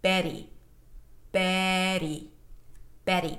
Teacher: It's not a regular true T. It is a very, very light D. · Term: flap T